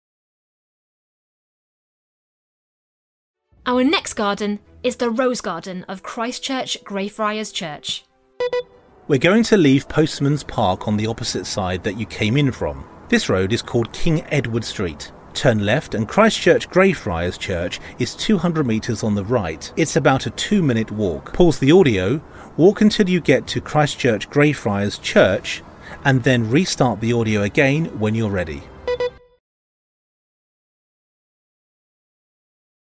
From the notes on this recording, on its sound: audio walk around London